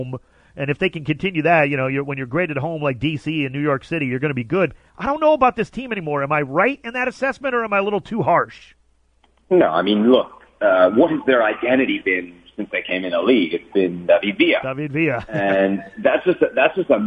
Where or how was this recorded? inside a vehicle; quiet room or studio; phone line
phone line